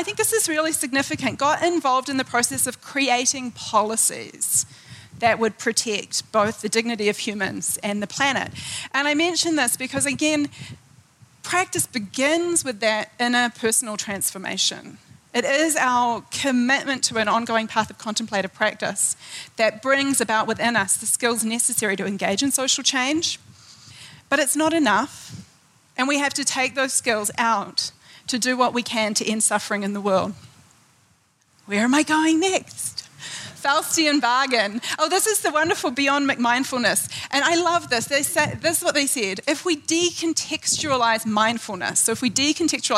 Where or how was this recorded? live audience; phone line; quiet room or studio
live audience